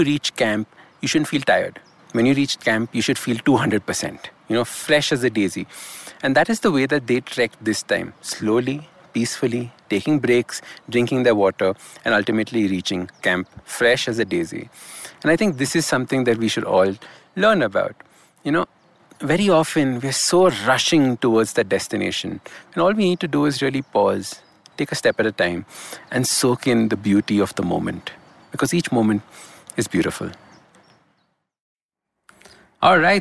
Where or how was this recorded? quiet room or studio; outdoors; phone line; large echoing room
outdoors